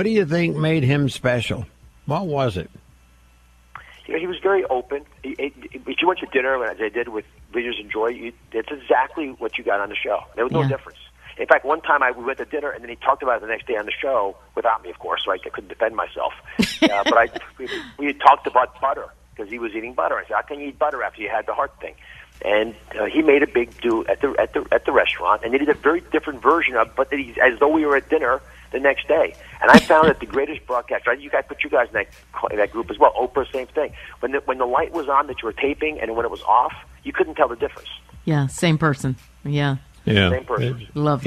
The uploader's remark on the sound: Called in this morning to share memories of Regis.